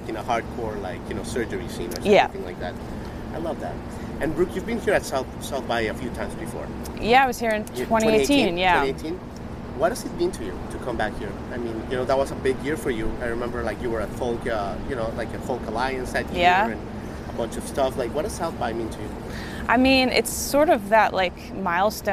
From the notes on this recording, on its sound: Live from SXSW 2022 in Austin, TX